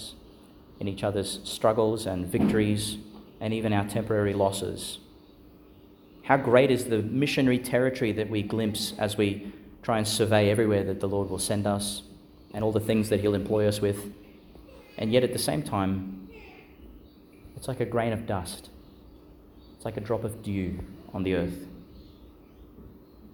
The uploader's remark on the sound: delivered at Our Lady Star of the Sea Church, Qld.